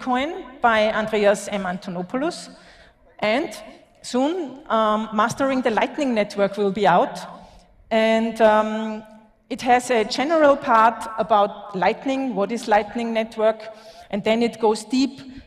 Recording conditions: live audience